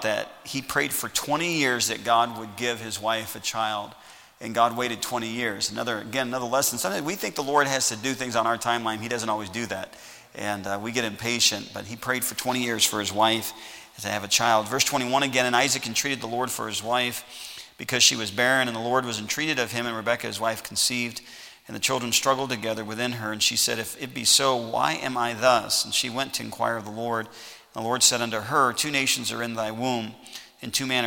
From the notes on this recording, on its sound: Message preached at Heritage Baptist Church, Lawrence Ks.